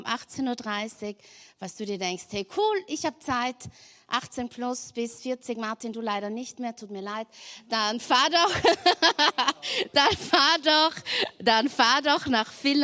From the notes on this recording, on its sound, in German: Gottesdienst live aus der LIFE Church Wien.